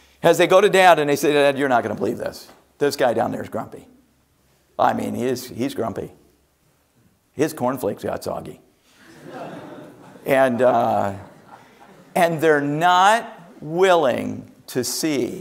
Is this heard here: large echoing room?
yes